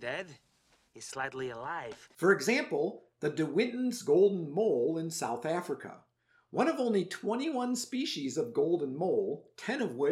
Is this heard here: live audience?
no